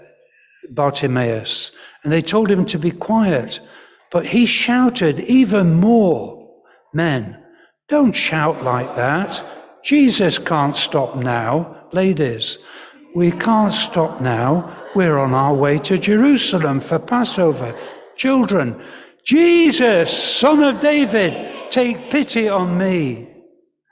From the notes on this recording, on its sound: Because we had an all-age service. The audio file contains the words of the service in church.